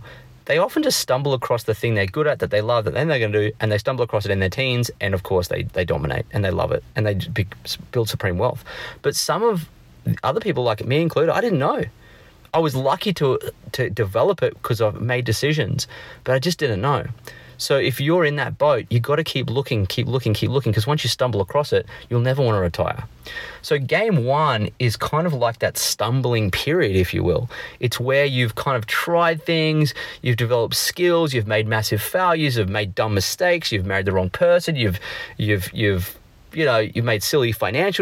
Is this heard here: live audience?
no